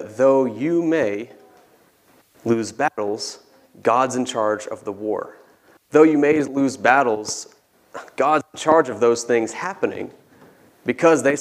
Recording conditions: large echoing room